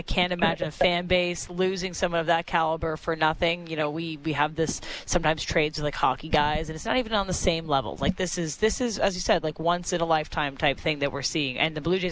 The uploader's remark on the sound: Live from the Rogers Centre